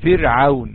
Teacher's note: حرف الواو هنا ساكن والعين اللي سبقته مفتوحة فليس مسبوقا بحركة من جنسه. اذا يكون حكم الواو هنا حرف لين لا يمد.